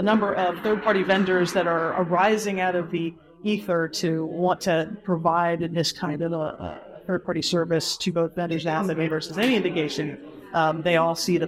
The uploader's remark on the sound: A panel discussion recorded live at the ISA OT Cybersecurity Summit in Aberdeen, Scotland. Because this was recorded live from a conference, the audio quality varies a bit depending upon the speaker. Unfortunately we had to cut a few things out, as they just could not quite be understood.